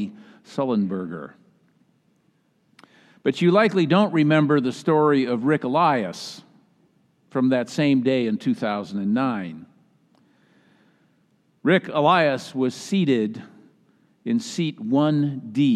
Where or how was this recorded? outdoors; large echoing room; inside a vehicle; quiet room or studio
large echoing room